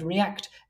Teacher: our emphasis isn't on that re, it's on the act part of that word